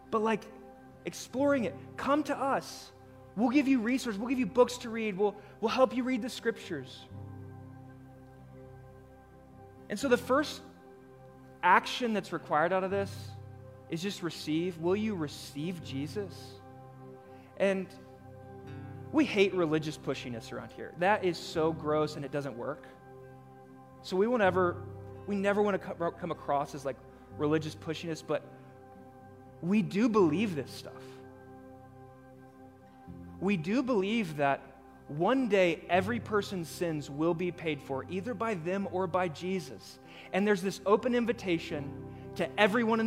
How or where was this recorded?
large echoing room